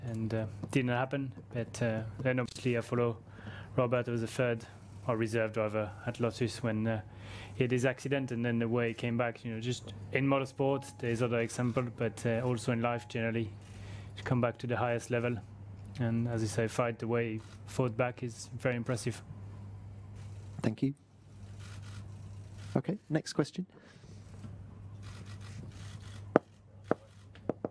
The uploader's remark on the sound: Singapore Thursday Driver's Press Conference.